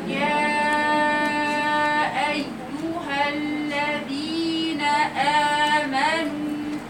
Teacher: يا شوف الفتحة. يا الصوت بقول لكم بيتصاعد لفوق كده ماشي خط مستقيم لأعلى. إياك توديه هناك عند القاعدة ما تقوليش يا قولي يا أيها الذين. · Term: ياء مفتوحة